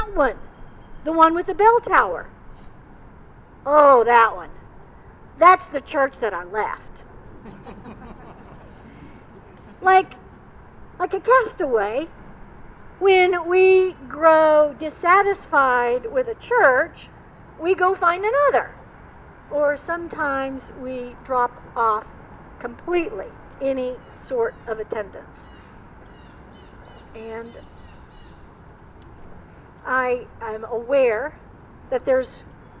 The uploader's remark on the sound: Recorded outside. Coming to you from Old South Presbyterian Church in Newburyport, MA.